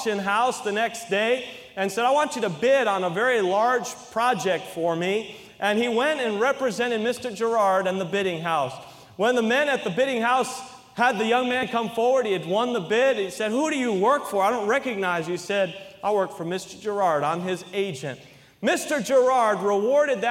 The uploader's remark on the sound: during the Sunday Evening service on July 23, 2023, at North Valley Baptist Church in Santa Clara, California